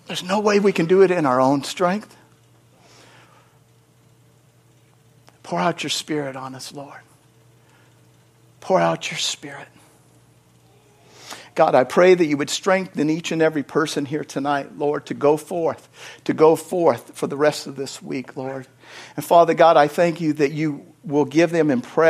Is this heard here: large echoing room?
yes